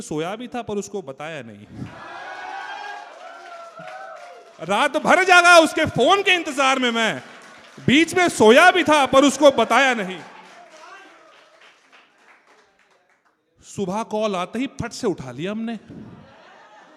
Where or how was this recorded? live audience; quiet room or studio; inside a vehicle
live audience